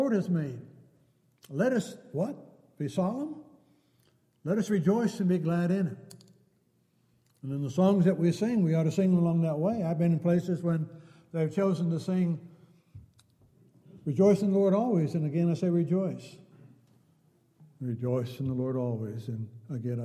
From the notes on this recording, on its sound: Downtown Church Of Christ Audio Sermon